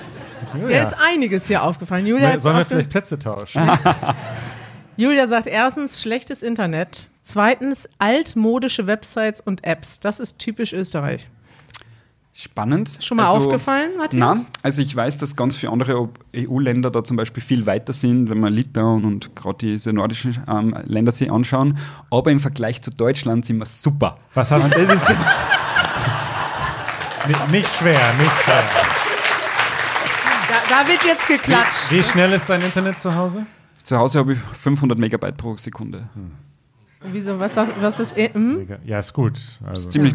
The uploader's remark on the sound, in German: Wir sind in Wien und podcasten live vor Publikum.